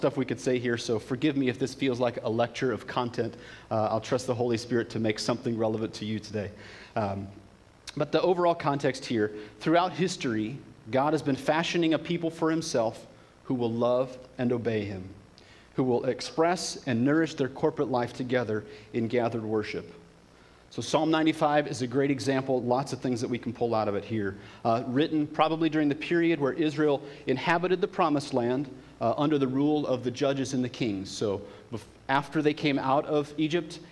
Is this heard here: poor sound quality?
no